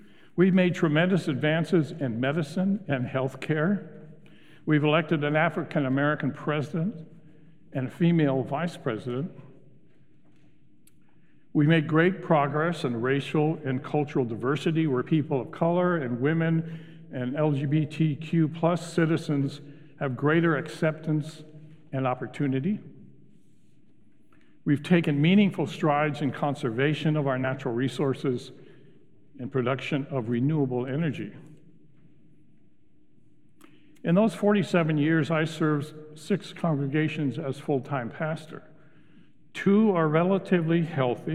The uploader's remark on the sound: Recorded live at Beatitudes Church in Phoenix, AZ.